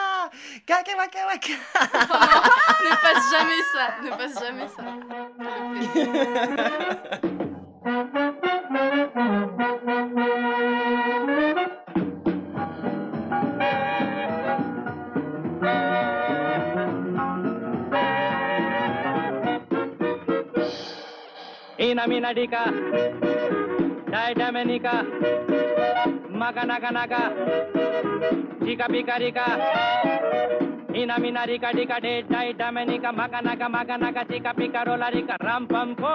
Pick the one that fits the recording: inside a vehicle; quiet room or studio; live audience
live audience